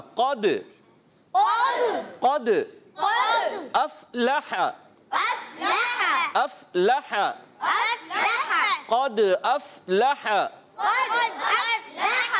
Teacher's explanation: دال میں یہ ساکن ہے اس لیے یہ قلقلہ واضح ہوگا